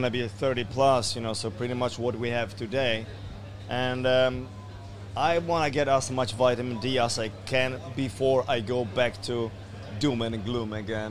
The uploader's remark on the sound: at the Good Things Festival in Brisbane